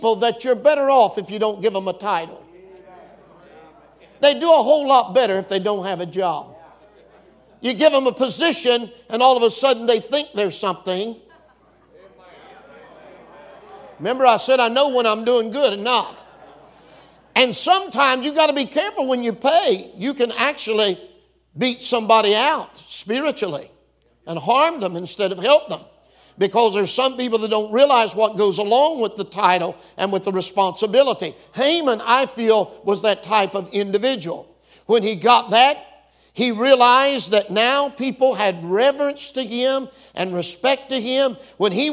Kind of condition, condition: setting, live audience